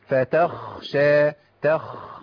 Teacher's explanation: ناخد بالنا بس من فتخشى دي لأن المشكلة إن أنا لو ما مشيتش الصوت في الخاء وأظهرت الهمس اللي فيها هتبقى غين. فتخشى كده غين.